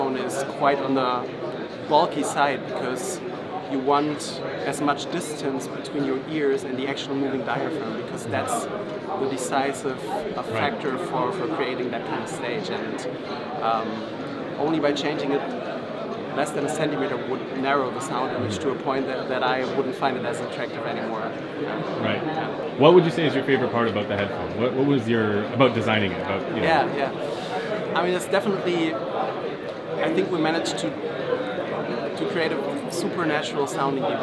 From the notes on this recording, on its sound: from the CanJam NYC show floor